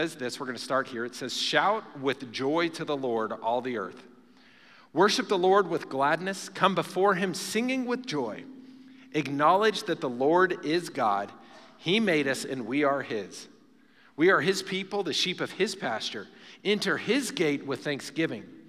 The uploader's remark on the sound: Recorded live during our Wednesday night service